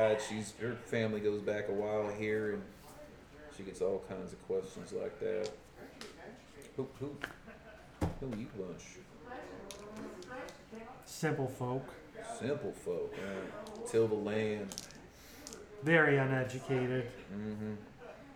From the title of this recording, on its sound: Live from CondoCon